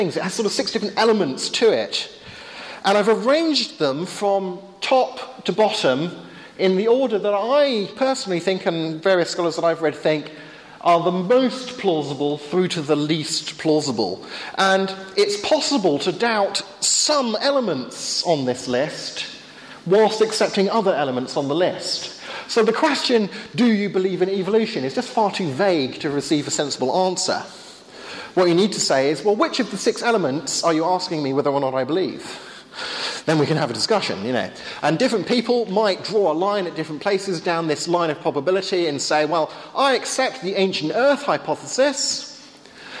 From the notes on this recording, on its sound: Sunday afternoon workshop with Q&A at Hesketh Bank Christian Centre.